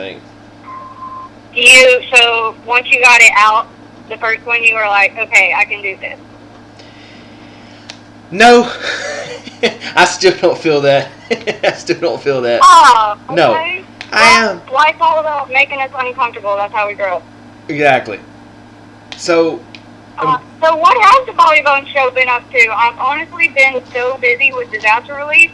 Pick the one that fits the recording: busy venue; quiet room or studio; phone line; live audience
phone line